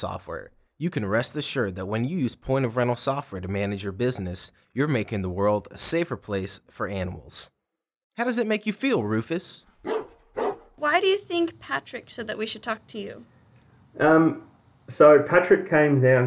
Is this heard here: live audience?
no